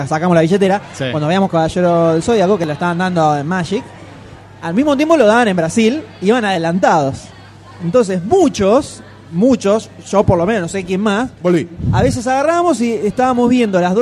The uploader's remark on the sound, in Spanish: Segundo episodio grabado IN THE FLESH, en vivo en la PopCon 2014! Grabamos algunas cosas tan pero tan grossas en este último día de la PopCon. En este episodio van a escuchar el inicio del día domingo… y el final.